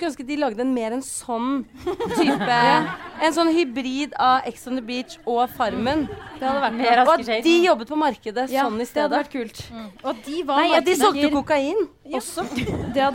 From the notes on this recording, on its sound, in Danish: Live fra Nieu Scene. Her er del to av livepodden vi hadde forrige uke.